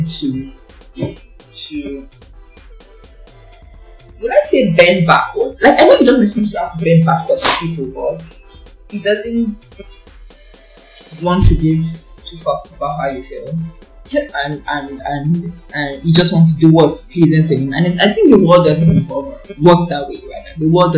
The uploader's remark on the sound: there was a bit of issue with the sound